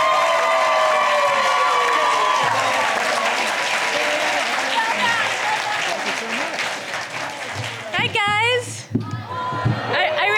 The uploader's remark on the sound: As we tend to do - we present one of our classic live comic con panels. Live onstage at Rhode Island Comic Con.